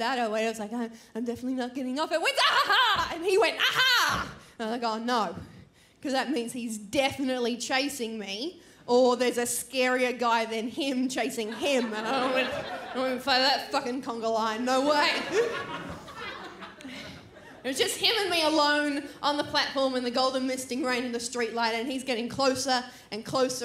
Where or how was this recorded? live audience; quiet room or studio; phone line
live audience